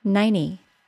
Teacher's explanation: The number 90 may also have the T sound omitted completely because it follows an N sound. It would then sound like 90.